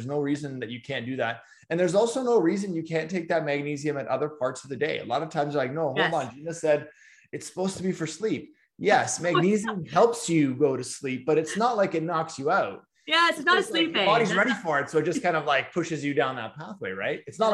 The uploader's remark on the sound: Facebook Live - Day 72 - Morning Live